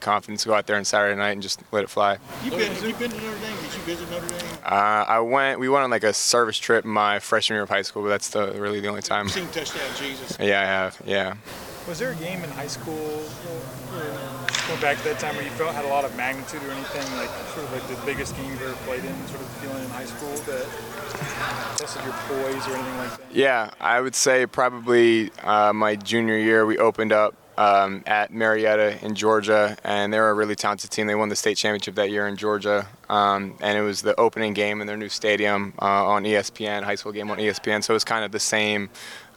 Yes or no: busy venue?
yes